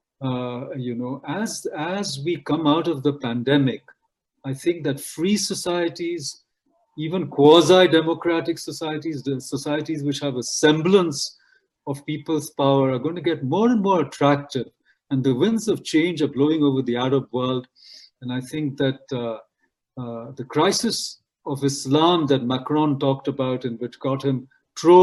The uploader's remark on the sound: This episode is the audio version of a live online session from #JLFColorado2020.